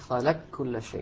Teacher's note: أدغمنا القاف في الكاف · Term: إدغام كامل